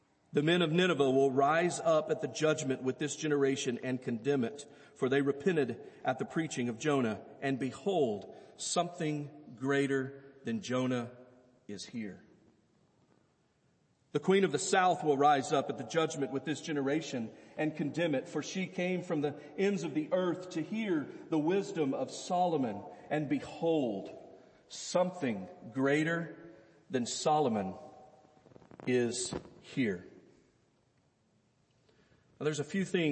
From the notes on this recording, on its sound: Easter Service First Baptist Belton Texas Sunday morning sermon